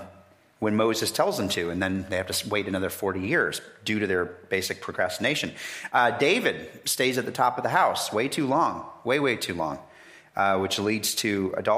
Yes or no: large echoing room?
yes